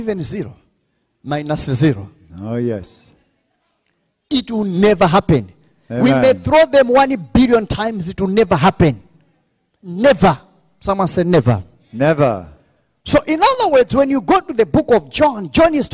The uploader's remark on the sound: This teaching was extracted from our Live Church Service on the Sydney Campus Grand Opening.